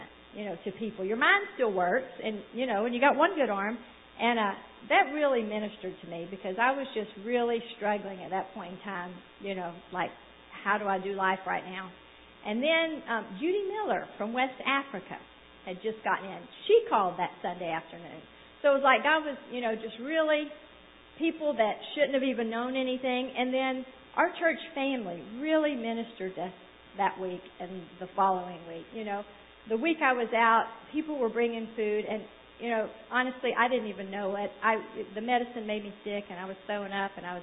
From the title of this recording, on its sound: Sunday Evening Service